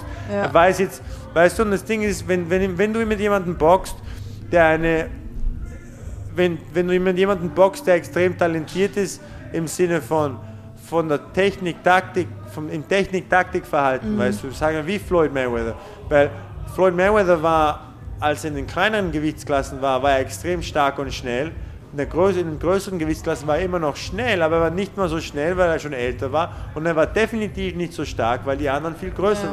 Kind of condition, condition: setting, busy venue